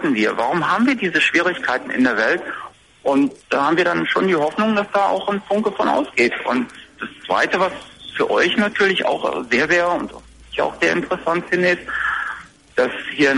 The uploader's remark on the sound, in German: Telefoninterview